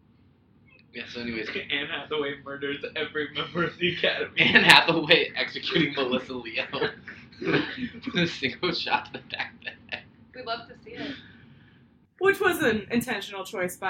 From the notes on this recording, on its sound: SORRY THE SOUND SUCKS